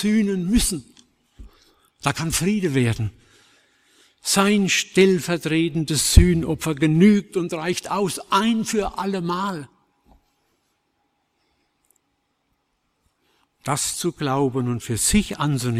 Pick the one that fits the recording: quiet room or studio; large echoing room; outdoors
large echoing room